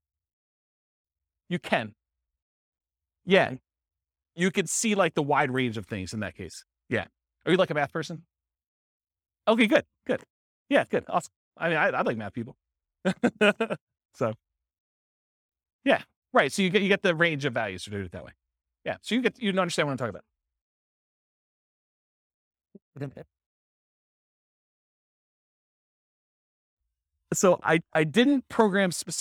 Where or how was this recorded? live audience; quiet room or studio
live audience